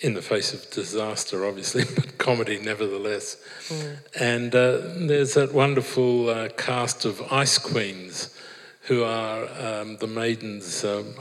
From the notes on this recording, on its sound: This episode features a live event recording